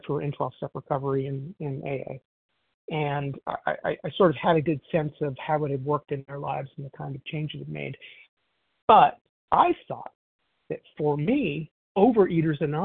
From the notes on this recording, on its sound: 100 Pounders Phone Meeting.